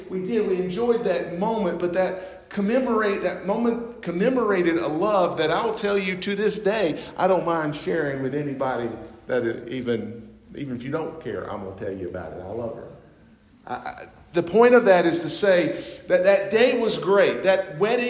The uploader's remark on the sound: North Beaver Baptist, West Jefferson, NC. At North Beaver Baptist’s homecoming service.